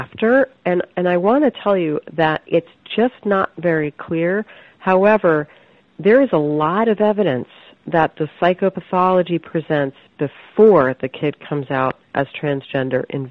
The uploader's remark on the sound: I spoke with her over the phone from her home in Philadelphia.